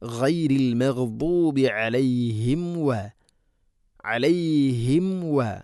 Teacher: രണ്ട് ചുണ്ട് തമ്മിൽ തട്ടിച്ചും മീമിനെ പൂർണ്ണമാക്കണം.